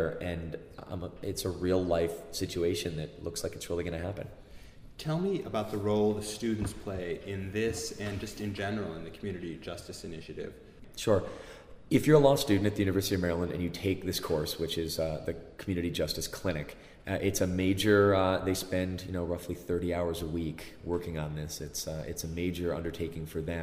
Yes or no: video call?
no